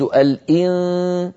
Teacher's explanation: طبعا أريد أن ألفت النظر إلى أنني لما كنت أقول في الإظهار الإنسان، لما يعني هذا الأصل الإن، أن طرف اللسان أغلق المجرى الفموي كله فلم يبقى من طريق الفم صوت أبدا، لكنني الآن لما هيأت فمي على مخرج السين وقلت الإن، المخرج الذي كان مقفولا في الإظهار لم يعد مقفولا · Term: أخفي النون عند السين